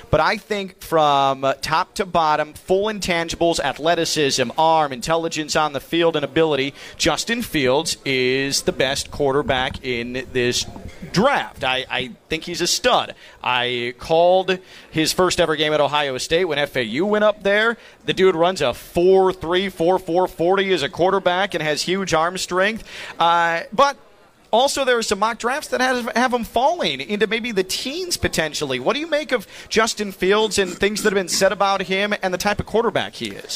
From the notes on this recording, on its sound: live from the Palm Beach Kennel Club